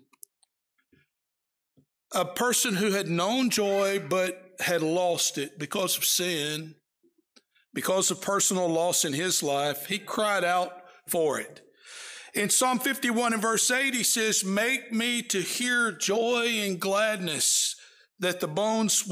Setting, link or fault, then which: setting, large echoing room